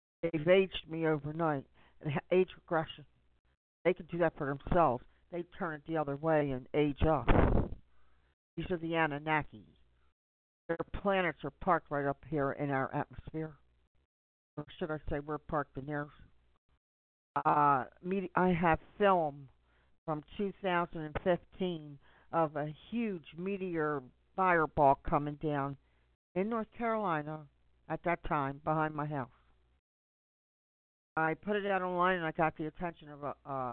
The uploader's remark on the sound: Conference call for general chat, support